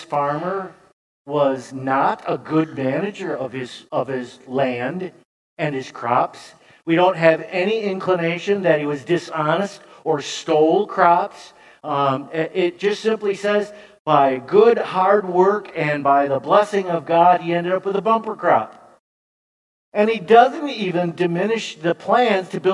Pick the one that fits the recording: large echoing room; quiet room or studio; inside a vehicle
large echoing room